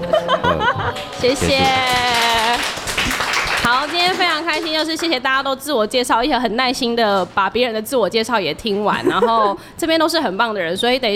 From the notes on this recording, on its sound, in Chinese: 文青100活動現場實況轉播。不過這集的節目有點空間音。這集我們直接邀請參加活動的大家一起錄音。